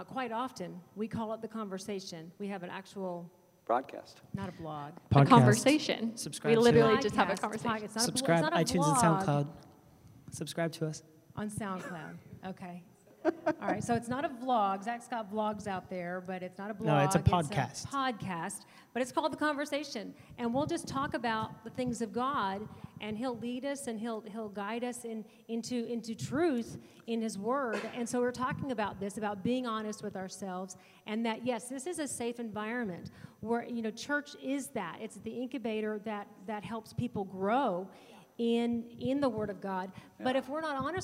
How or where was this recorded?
large echoing room